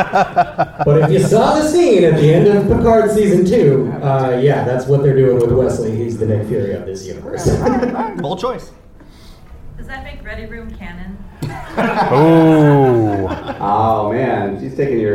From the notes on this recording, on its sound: FanExPo Panel. As we meet for the first time live to host a panel at FanExPo 2023.